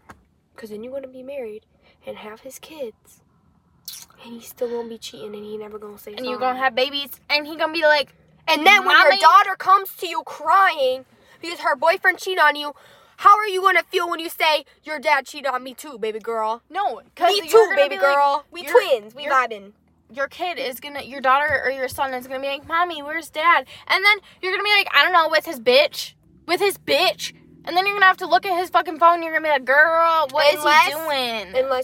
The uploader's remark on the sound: We filmed in the car to change it up a little bit!